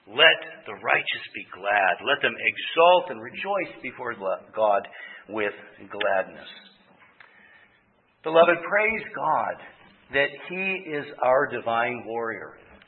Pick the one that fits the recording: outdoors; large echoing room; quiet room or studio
large echoing room